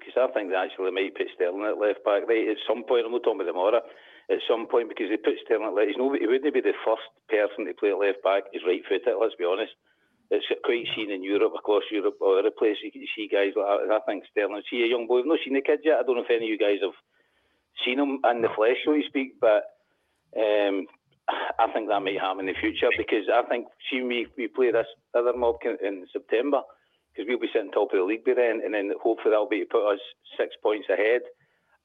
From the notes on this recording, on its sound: Phone.